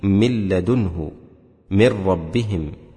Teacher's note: بإدغام النون والتنوين في اللام والراء بلا غنة، ولا تكون النون قبلهما في القرآن إلا متطرفة، في قوله: من لدنه، من ربهم، أي تكون في آخر الكلمة، ويتبعها في أول الكلمة بعدها حرف الإدغام.